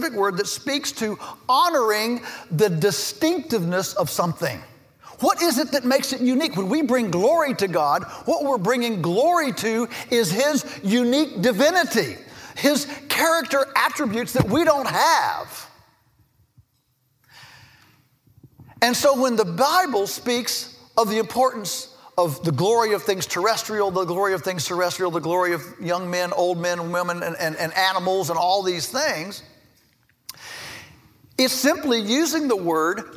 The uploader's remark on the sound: In this episode, we're bringing you a plenary speech. Which was delivered as part of Acton University 2015.